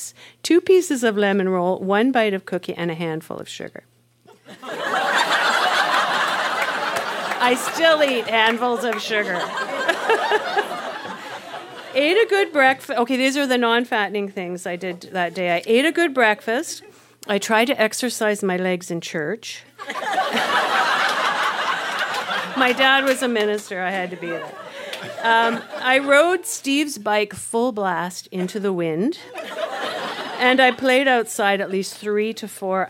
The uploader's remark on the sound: Recorded live in Ottawa, ON.